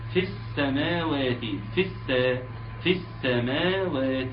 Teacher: انا بنتقل من الفاء المكسوره للسين المشدده المفتوحه، واللام هتسقط لانها شمسيه، همزه الوصل هتسقط لانها بتسقط حين الوصل، الياء بتاعه في هتسقط لالتقاء ساكنين، ونقول في السماوات في السماوات. · الملاحظة الثانية في كلمة السماوات إن أنا عاوز أحافظ على المد الطبيعي، فيها كم مد طبيعي؟ فيها اثنين مد طبيعي، لازم نحافظ عليهم وننطقهم ويكونوا متساويين. ما حدش يقول لي إيه في السماوات، لا طبعا، ولا حد يقول إيه في السماوات، إيه لازم الألف ده يكون قد الألف ده.